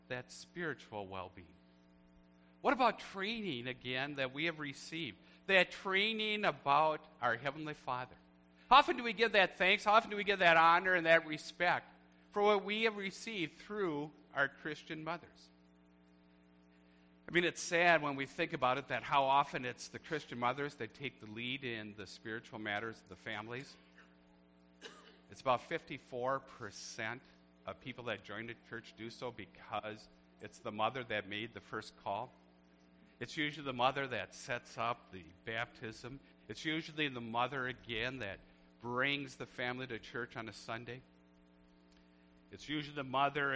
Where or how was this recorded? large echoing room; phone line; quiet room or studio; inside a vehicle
large echoing room